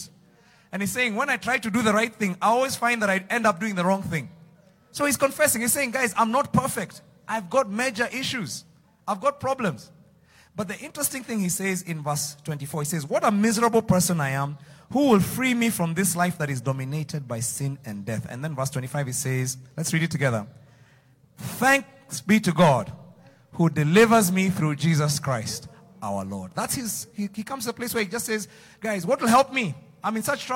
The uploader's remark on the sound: Preached Live at Mavuno South